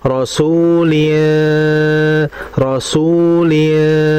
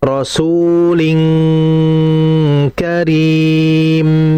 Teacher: Dan bacaan ikhfa kaf itu langsung eng ya pemirsa · Shown in: second take